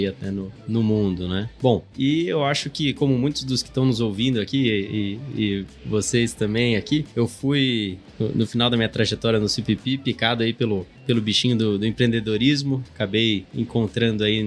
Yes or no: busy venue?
yes